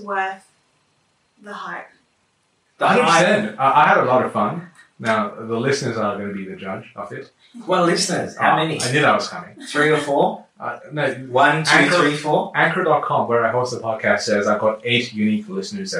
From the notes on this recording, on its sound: Apologies for slight audio issues - microphones not working.